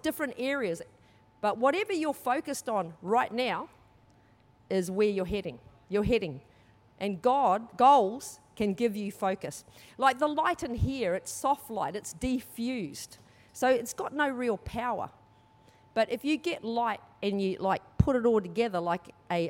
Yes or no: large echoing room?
yes